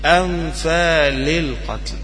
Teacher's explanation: لما أنت تقرأ هذه الكلمة في القصاص حياة، شوف الفاء طالعة منين، اللام جاية بعدها بسهولة، هات كلمة أنفال القتل، أنفال القتل. جبت الهمزة من آخر الحلق وبعدين جبت النون من الأنف وبعدين جبت اللام من اللسان، حروف بعيدة عن بعضها ما فيهاش النغمة اللي موجودة في القرآن.